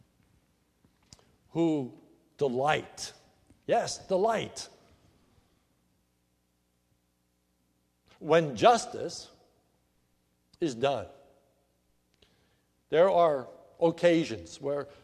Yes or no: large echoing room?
yes